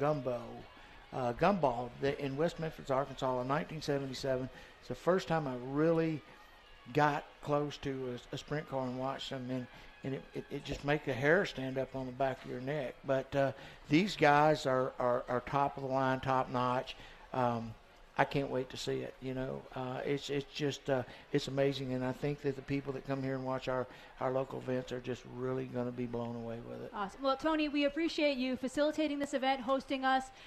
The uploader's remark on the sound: From Nashville Fairgrounds. LIVE at Nashville Fairground before the Music City Outlaw Nationals.